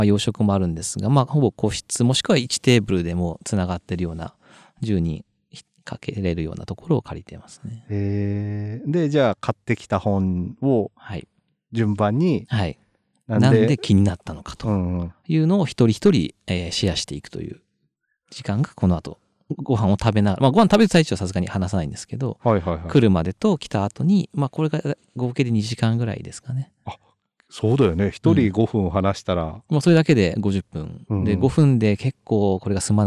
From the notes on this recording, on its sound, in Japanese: 今回は屋外収録 神奈川県の城山湖の畔からお届けします。今回は屋外収録 神奈川県の城山湖の畔からお届けします。